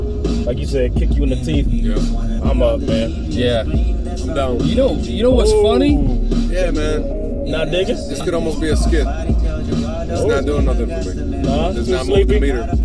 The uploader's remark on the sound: As we were rollin in the car.